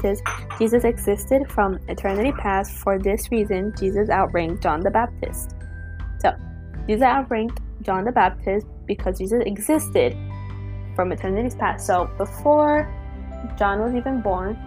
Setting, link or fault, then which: fault, sounds in the background